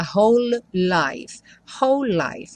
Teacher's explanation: E whole life tem uma junção também aí dos dois L's, né? Então, você não fala whole life, como um L só.